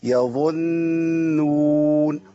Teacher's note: انا محتاج ان انا بعد ما اقول يظو لازم اعمل ايه افصل بهيئه شفتين طبيعيه يظنون وده يخلي النون تطلع مرققه